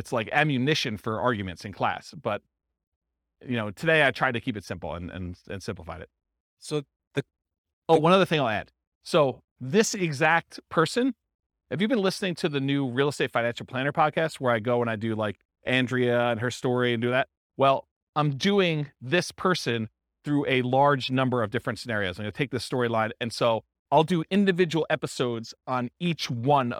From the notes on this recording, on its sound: This was a live class recorded